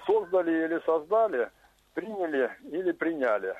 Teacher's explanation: И то, и другое правильно. Современные словари позволяют ставить ударение в этих глаголах и на приставки, и на корни. · Term: акцентологических вариантов